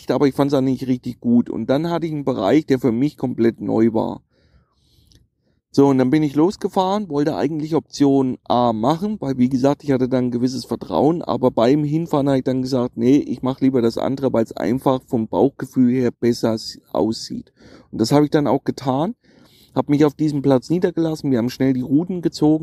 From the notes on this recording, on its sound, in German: Live vom Grande Fiume Po. Werde ich nun regelmäßig live vom Wasser über meine aktuellen Touren berichten.